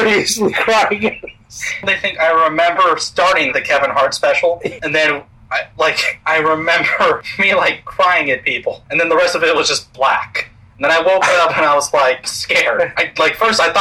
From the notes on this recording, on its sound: Sorry for the audio quality.